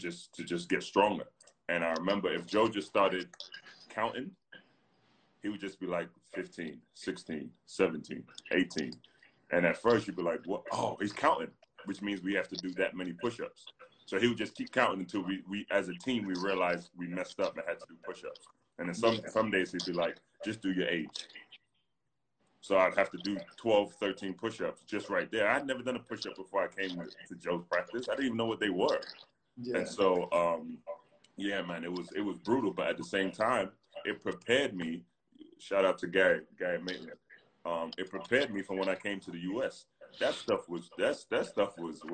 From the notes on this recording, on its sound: Whilst the world is locked down during the coronavirus pandemic, two British basketball stars.